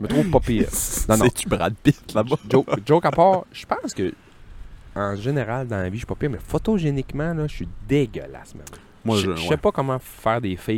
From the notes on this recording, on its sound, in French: il vente à tout défaire et on s'excuse pour la qualité du son